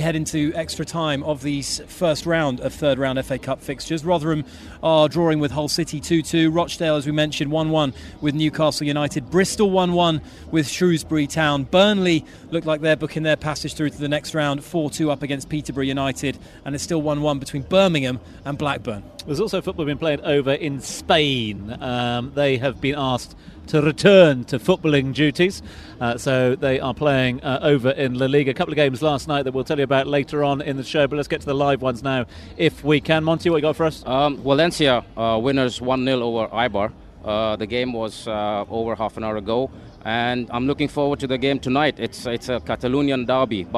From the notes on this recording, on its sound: From the rooftop garden of Barasti